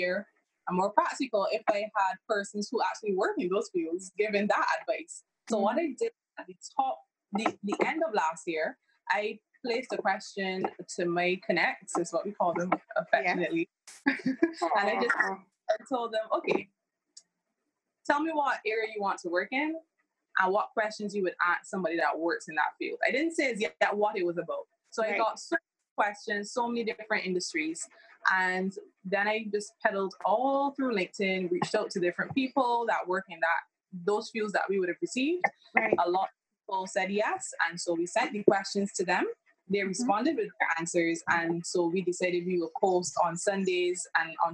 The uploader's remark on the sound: Sincere apologies for the sound quality in this episode.